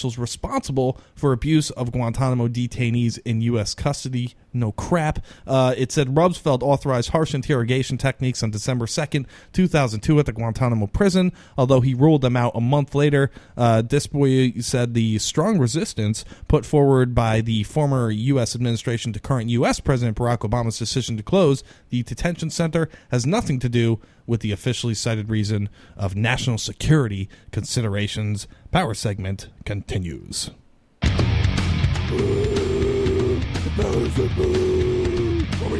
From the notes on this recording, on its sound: We also take phone calls from some listeners.